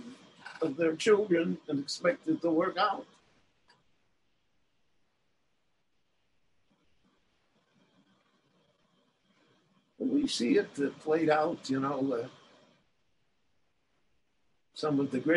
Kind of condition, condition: link, video call